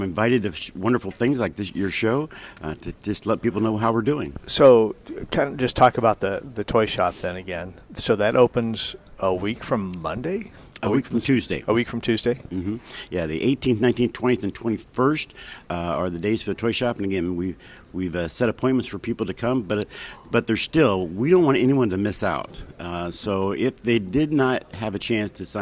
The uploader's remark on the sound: Live at Prairie Gardens 12-8-18